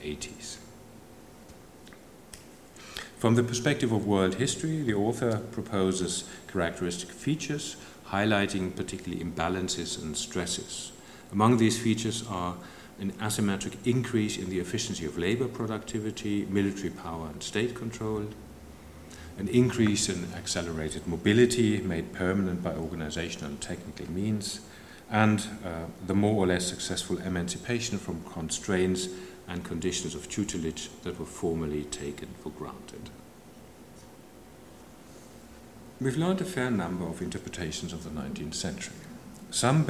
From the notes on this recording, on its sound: The lecture was given on 31 May 2016 at the German Historical Institute London.